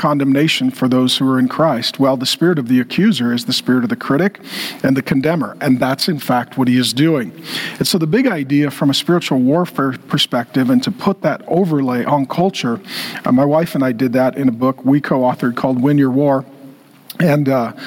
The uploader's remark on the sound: In this throwback talk from 2022. Gave a lecture at TheosU.